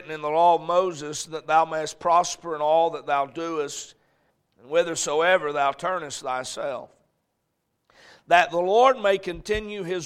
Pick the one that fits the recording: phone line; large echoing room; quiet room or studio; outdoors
large echoing room